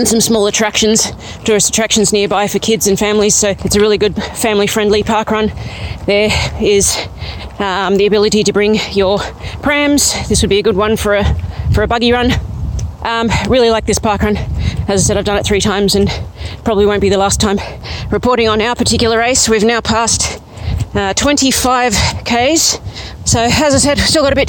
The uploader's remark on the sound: Checks in mid marathon from Burley Griffin parkrun.